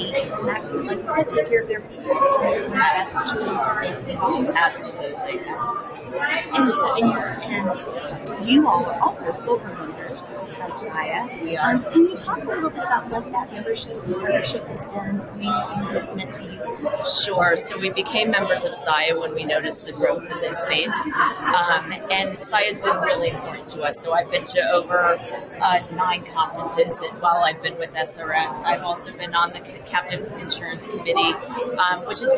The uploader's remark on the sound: Live at the SIIA 2022 Engage Conference